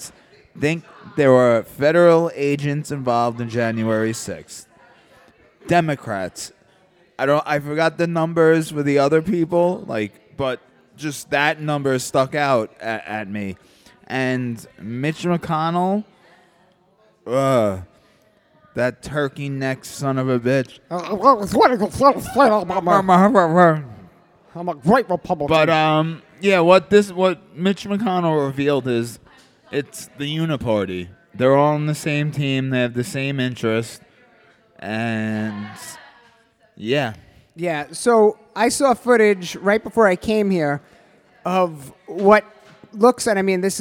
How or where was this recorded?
live audience